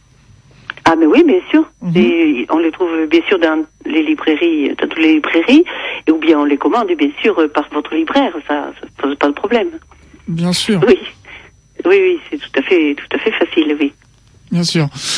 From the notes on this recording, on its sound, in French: par téléphone